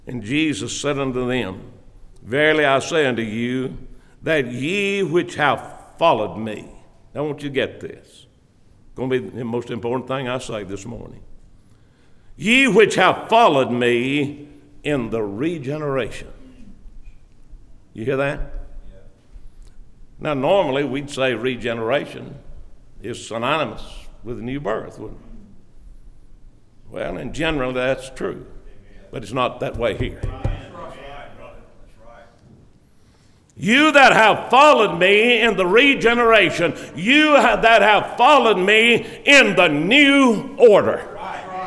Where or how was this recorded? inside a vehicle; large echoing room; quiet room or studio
large echoing room